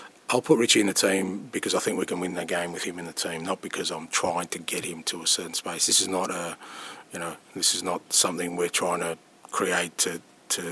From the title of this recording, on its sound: PRESS CONFERENCE